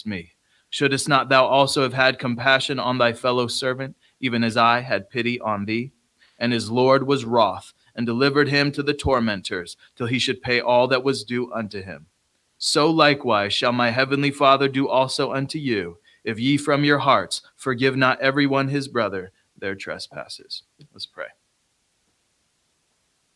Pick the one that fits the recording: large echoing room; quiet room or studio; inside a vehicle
large echoing room